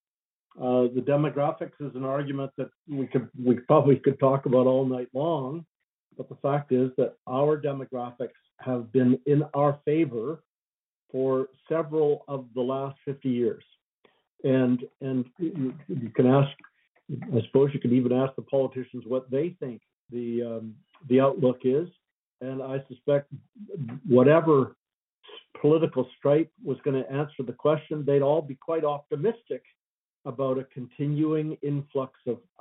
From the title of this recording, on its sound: Calgary Telephone Town Hall